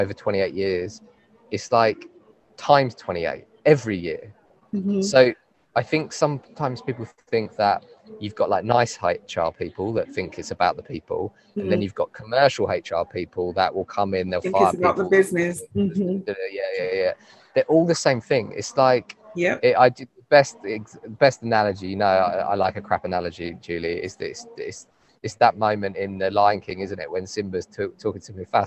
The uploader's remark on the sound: live and direct from this years CIPD conference in my home town of Manchester